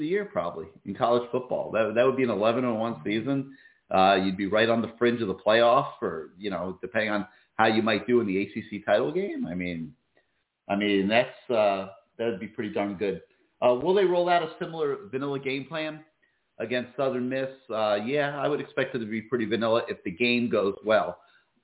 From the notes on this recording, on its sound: CaneSport Live Call In Lines